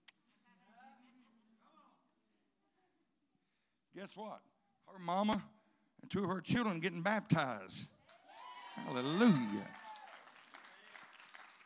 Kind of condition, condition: setting, large echoing room